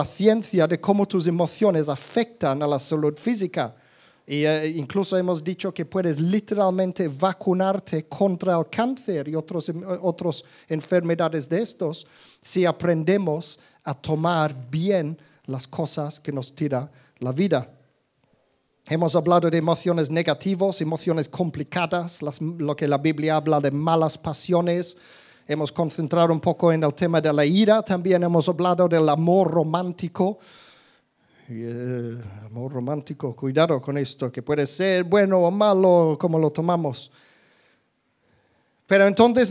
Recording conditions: live audience